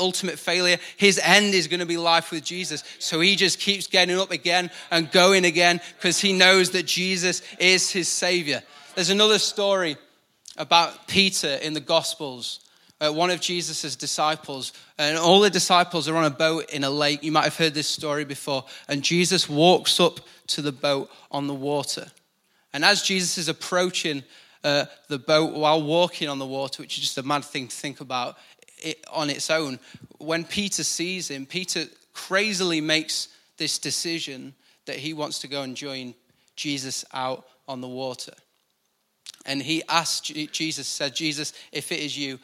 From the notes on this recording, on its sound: Recorded live at the Chesterfield Campus. IKON Church.